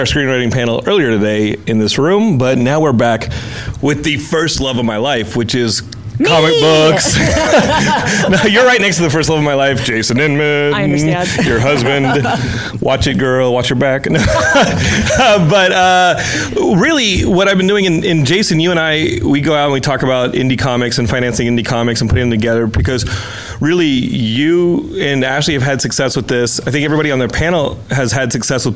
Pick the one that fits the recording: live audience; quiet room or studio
live audience